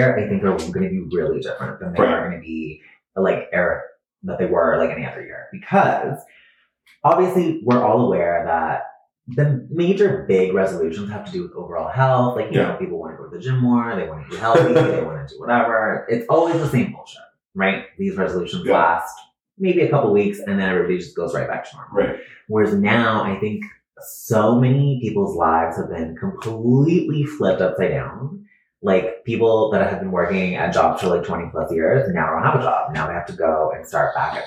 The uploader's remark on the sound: Totally fucked up the audio on this one.